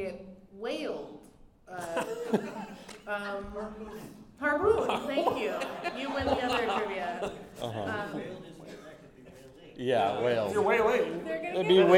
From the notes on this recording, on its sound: Live From Phoenix Fan Fusion. Come and be a part of an exciting episode recorded LIVE.